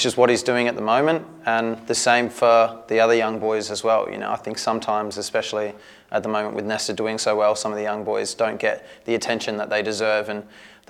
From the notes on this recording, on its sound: Press conference. Speaks to media at Coopers Stadium.